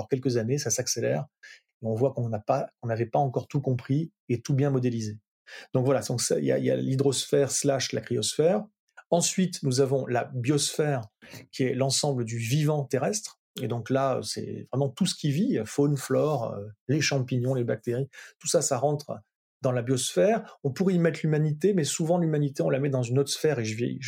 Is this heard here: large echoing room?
no